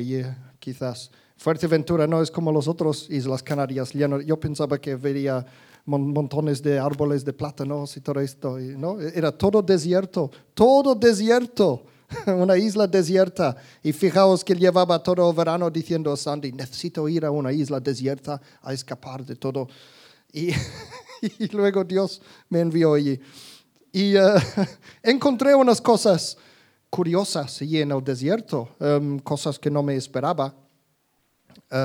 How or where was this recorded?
live audience